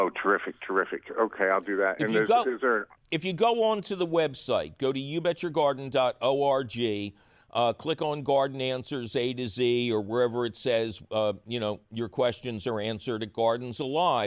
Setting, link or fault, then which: link, phone line